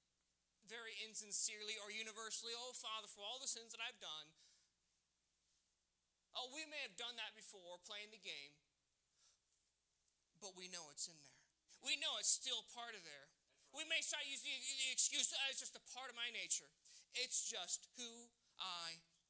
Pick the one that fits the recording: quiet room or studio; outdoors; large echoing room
large echoing room